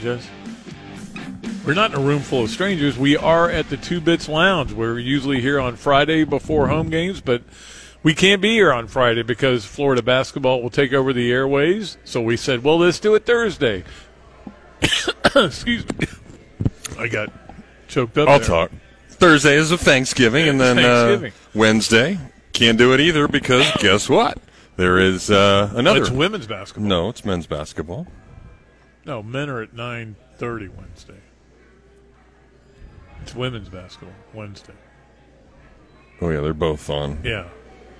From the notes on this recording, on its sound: live from the Gainesville Hilton